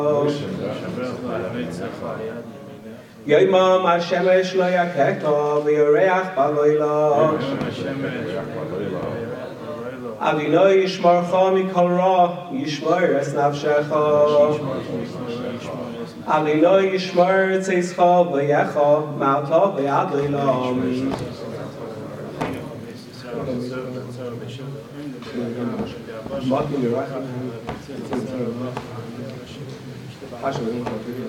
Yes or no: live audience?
yes